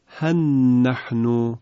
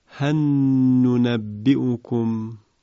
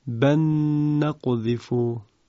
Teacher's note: این ادغام در واقع وقتی ادغام صورت گرفت نون مشدد پدید میآید و باید نون مشدد با غنه تلفظ شود و با همون دو حرکت کشش